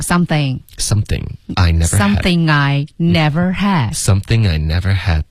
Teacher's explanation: something 跟 I 要连读